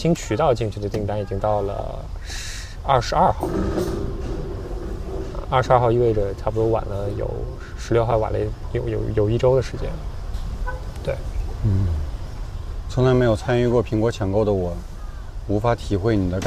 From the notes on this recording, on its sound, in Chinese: 这次虽然做了一些准备，但发现室外背景的杂音还是挺多。